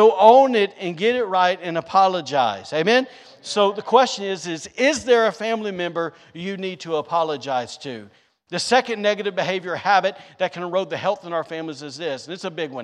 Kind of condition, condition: setting, large echoing room